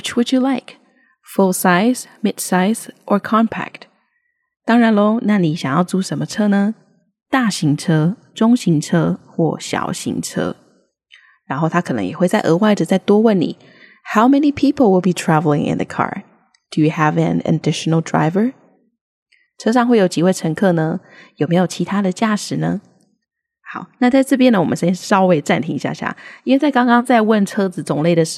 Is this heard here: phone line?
no